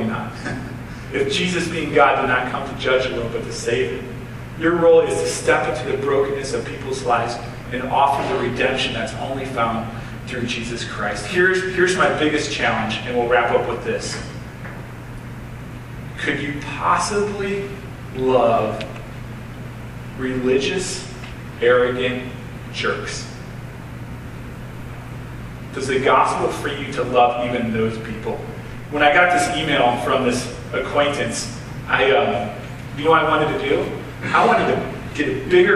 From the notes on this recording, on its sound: Sorry for the poor quality of this audio. I didn't properly plug it into the sound board, that is why you might occassionally hear voices in the background.